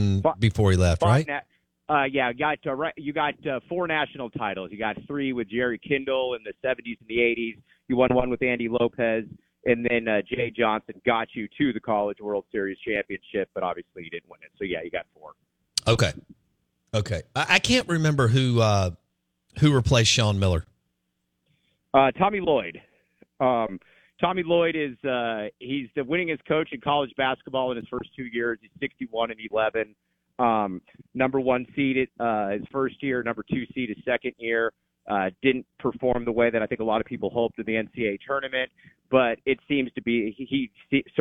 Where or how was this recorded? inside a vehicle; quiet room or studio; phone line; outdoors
phone line